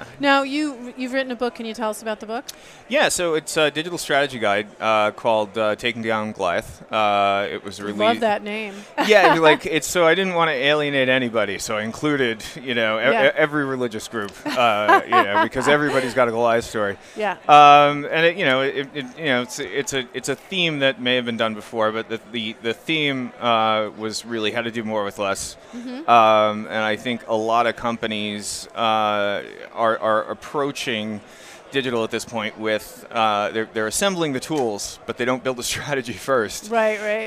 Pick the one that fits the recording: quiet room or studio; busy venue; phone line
busy venue